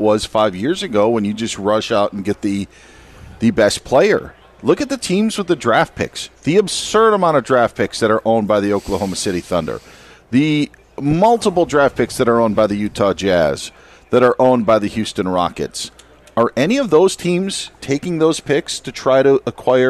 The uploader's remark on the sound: live from the US Open at the Los Angeles Country Club!